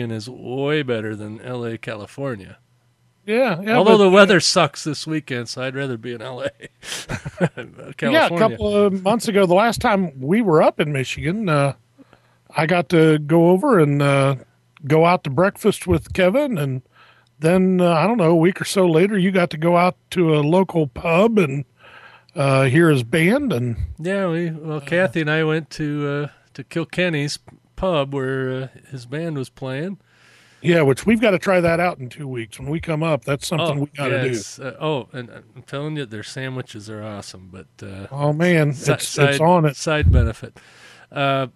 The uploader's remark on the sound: A mobile podcast for the first 2 segments. While driving around Traverse City running errands.